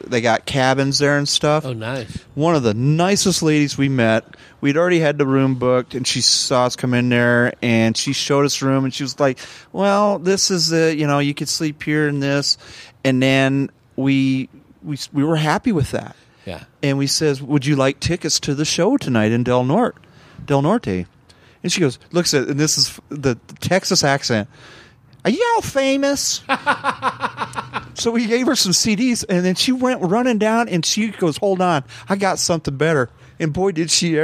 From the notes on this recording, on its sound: This episode was recorded at & brought to you by Big Daddy E’s BBQ & Catering. This episode was recorded at & brought to you by Big Daddy E’s BBQ & Catering.